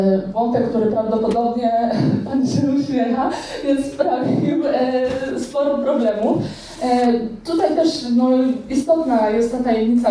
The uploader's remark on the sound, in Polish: Zapis audio (wraz z prezentacją) prelekcji, która odbyła się 17 czerwca 2023 roku podczas festiwalu popkultury i fantastyki „Pyrkon”.